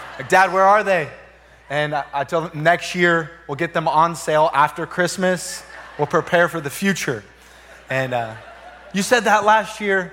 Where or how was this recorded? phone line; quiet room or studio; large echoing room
large echoing room